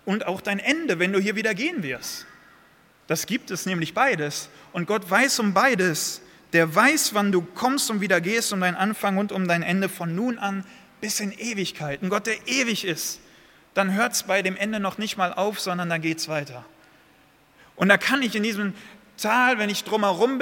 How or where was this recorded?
large echoing room